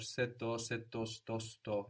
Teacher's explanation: Se in Greek. If you want to say in the car, se to aftokinito contracts to sto.